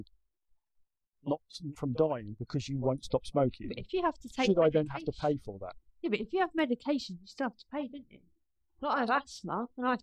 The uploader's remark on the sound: Apologies for the poor audio